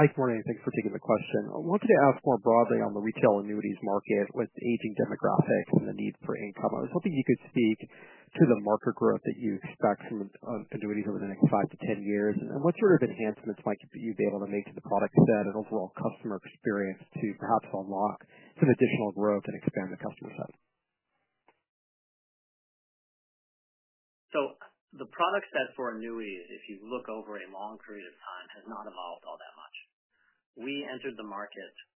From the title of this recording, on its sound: Earnings Conference Call